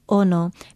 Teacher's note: Be sure to start it with that glottal stop, because Ono without the glottal stop is the popular and tasty fish known in English as the wahoo.